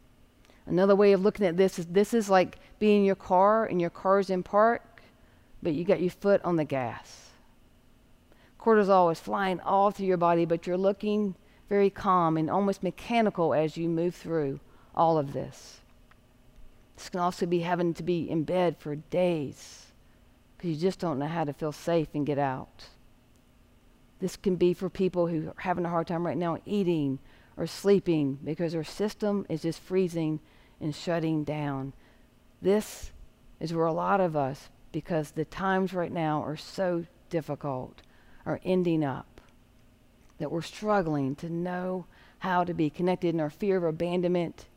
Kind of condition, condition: setting, large echoing room